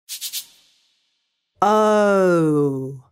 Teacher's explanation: The O sound is a combination of two sounds, a and o. Because you need to say both sounds, your tongue will lay flat and your mouth will start in an open and relaxed position and end in a rounded position.